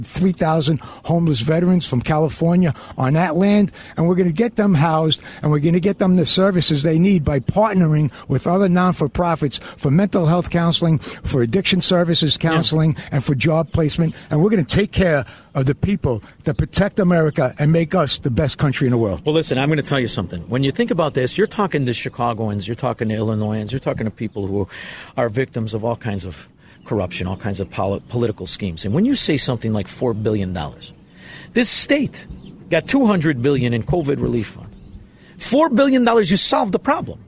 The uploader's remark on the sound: broadcasts live from the Makray Memorial Golf Club in Barrington!